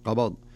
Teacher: نجد أن الباء فيها ساكنة قبض والضاد متحركة، فلابد من قلقلة الباء